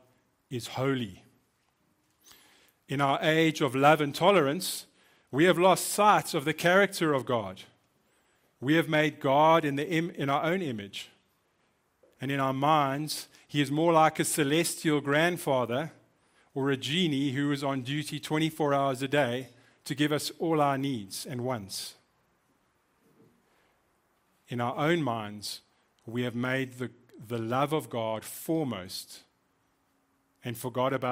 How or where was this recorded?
large echoing room